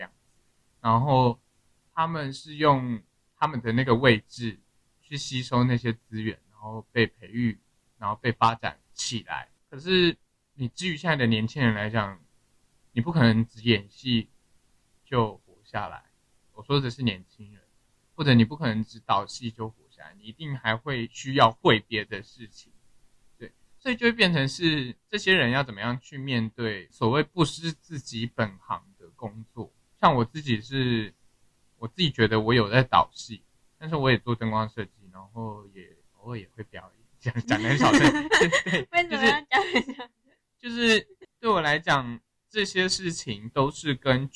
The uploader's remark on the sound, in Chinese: 這幾次的音檔收音部分較糟，但是！我們已經添購新設備！！